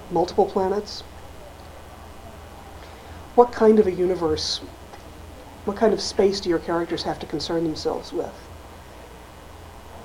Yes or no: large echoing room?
yes